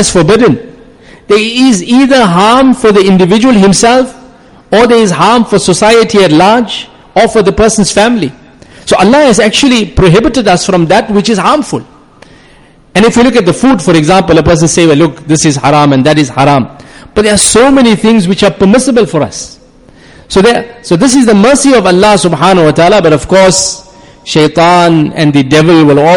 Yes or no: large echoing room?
yes